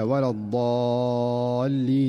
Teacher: فالضاد من حروف الاستعلاء والإطباق